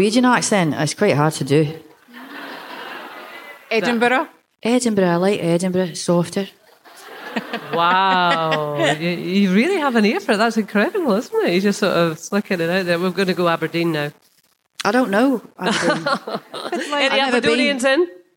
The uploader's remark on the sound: Today's podcast was recorded live at the Gilded Balloon from the Edinburgh Festival.